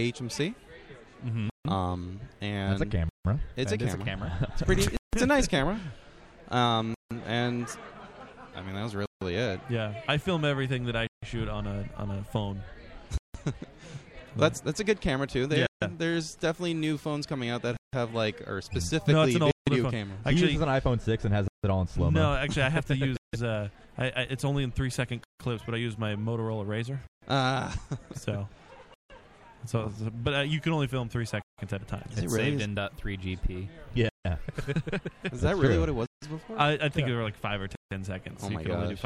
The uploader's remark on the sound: We are live at the Gilgamesh premiere